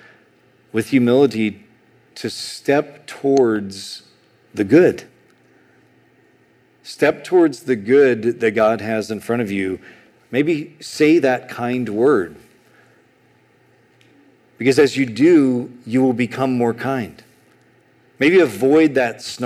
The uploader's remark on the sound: A sermon on Exodus 6:28-7:13 preached at Sojourn East in July 2023.